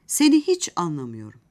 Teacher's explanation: Seni orta yükseklikte bir tonda söylendikten sonra hiç ezgili yüksek tonla belirtilir. Daha sonra anlamıyorum hecelerinde ton kademeli olarak düşer.